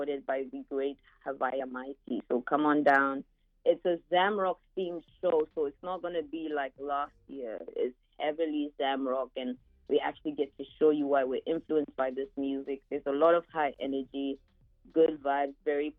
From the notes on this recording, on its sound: Called in from the road. This interview aired on Vocalo Radio 91.1 FM.